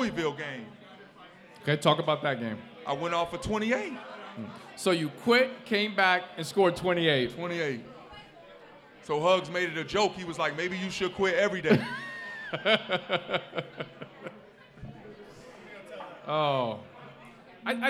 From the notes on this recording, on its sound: LIVE at Mio's!